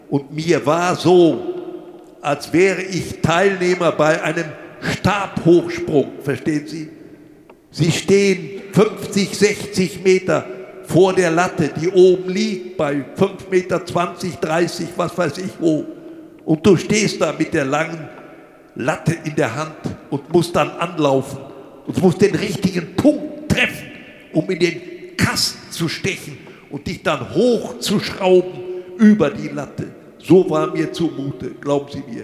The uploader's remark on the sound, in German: Zum ersten Mal live auf der Bühne. In der Glashalle der Sparkasse Wuppertal vor mehr als 200 Gästen getalkt.